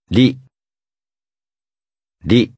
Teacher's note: The Japanese R sounds like a cross between an R and an L.